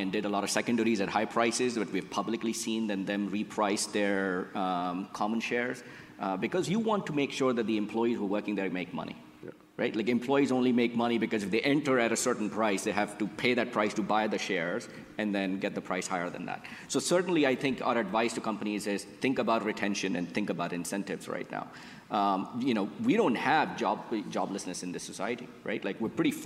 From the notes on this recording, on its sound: Recorded at an event held in May